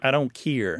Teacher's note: Another thing to point out about this is that the care is often pronounced keer.